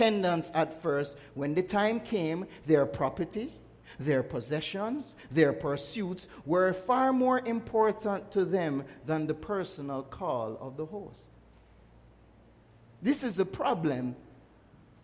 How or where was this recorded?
large echoing room